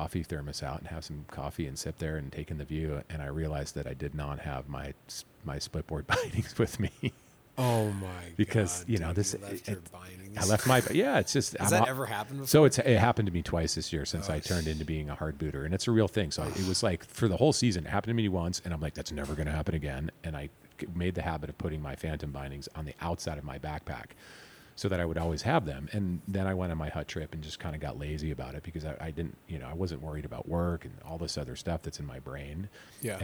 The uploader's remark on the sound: Recorded at the iconic Tunnel Creek Cafe, home of Flume Trail Bikes in Incline Village, Nevada at the site of the Ponderosa Ranch and the old TV Western, Bonanza.